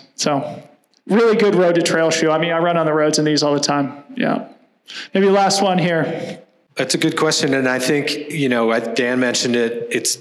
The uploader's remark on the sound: This live podcast was recorded on 11/10 at BOA Headquarters in Denver, CO.